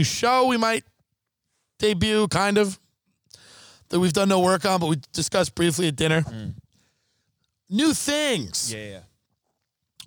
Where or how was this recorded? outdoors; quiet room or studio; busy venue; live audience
outdoors